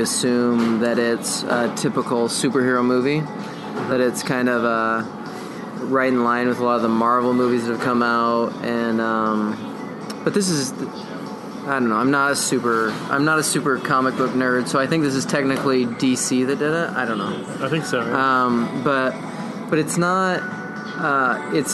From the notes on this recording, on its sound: went out to a local pub